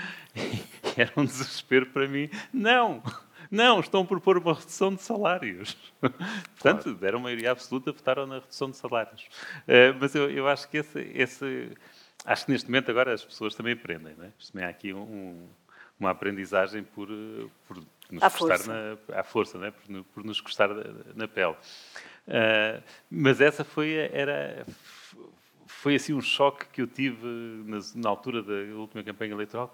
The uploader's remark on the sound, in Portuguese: conversa que foi gravada ao vivo, no dia 3 de Novembro de 2023, a propósito do Festival Literário Utopia, em Braga